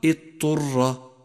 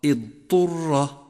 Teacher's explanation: توضيح حرف الضاد والطاء من كلمة اضطر، لأنه لا يوجد بينهما إدغام · Shown in: second take · كما سيمر، فمن الخطأ الشائع قراءتها اضطر والصواب اضطر.